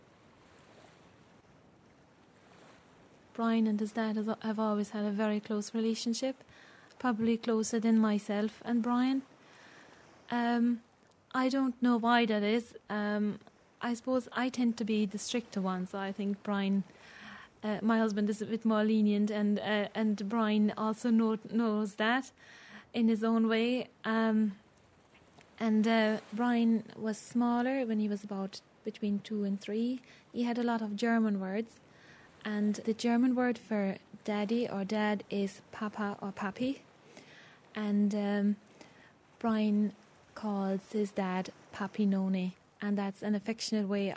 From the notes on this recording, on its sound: Recorded over five days at Banna Beach in Kerry. A surf camp for autistic children.